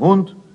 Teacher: Da das Bayerische eine gesprochene Sprache ist, drückt das Y klanglich nicht gesondert auf, so bleibt tatsächlich nur noch das U, das als reines kurzes U erscheint im Hund